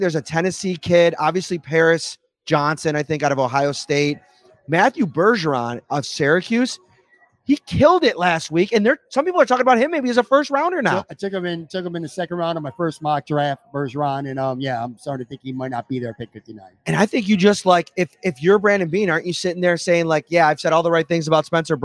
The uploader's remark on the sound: It’s another Imperial Live Series episode on Talking Buffalo. Streamed live from Imperial Pizza in South Buffalo. Thank you again to Imperial Pizza (1035 Abbott) for hosting this live series.